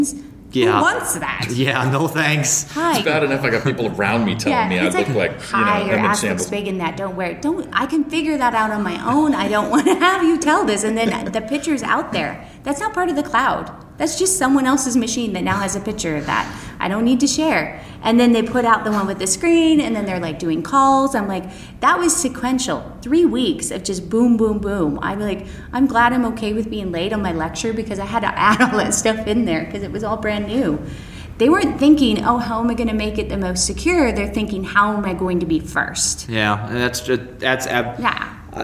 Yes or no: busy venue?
yes